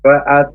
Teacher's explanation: huruf fa itu harus keluar nafas yang banyak. Fa'at. Nah, ta panjang dua harokat.